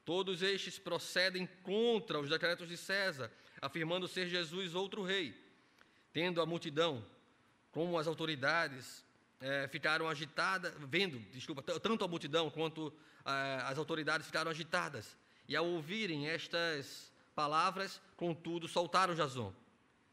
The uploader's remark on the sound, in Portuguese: Culto presencial e transmitido ao vivo no domingo (27/06/2021) à noite (18h), com público limitado a 50%. Conforme decreto do governo do estado de PE devido à Pandemia da COVID-19.